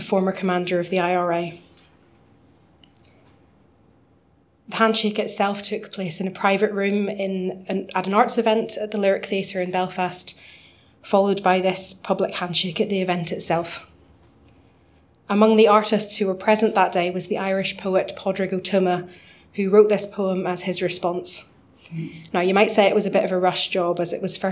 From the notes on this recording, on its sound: Audio podcast of morning service led by the Minister.